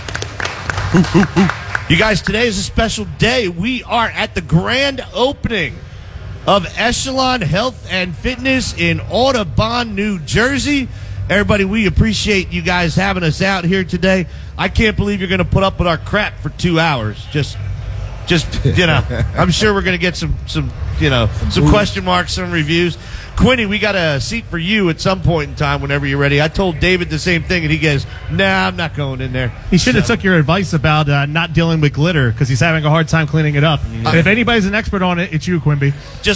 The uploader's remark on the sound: The crew is LIVE from the Grand Opening of Echelon Health & Fitness in Audubon, NJ!